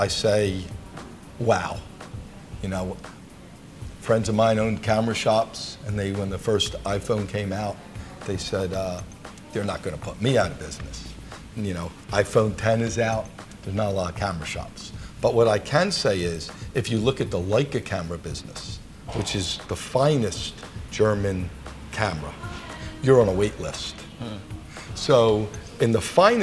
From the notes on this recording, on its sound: At the Breitling Boutique on Madison Avenue in Manhattan – you'll hear the sounds of the store and some construction next door.